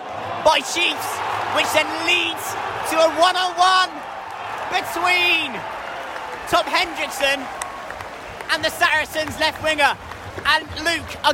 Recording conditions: busy venue